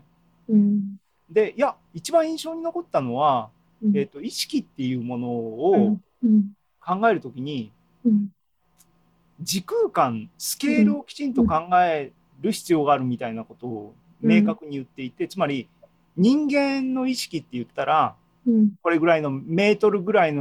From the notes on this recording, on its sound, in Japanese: ２０２２年６月２９日に開催した ZOOMライブの模様です